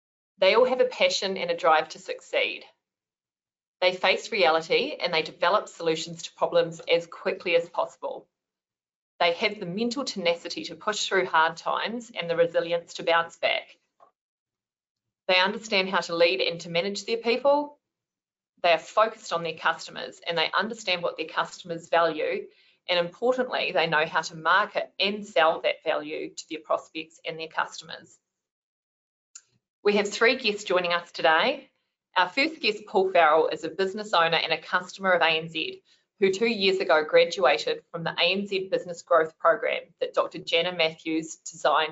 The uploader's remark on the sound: Listen to the recording of the online event.